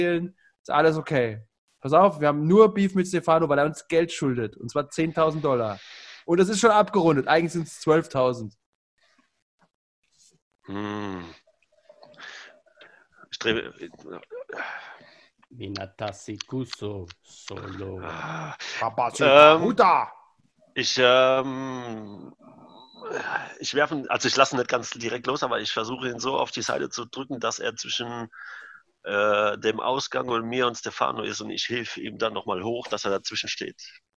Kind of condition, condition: link, video call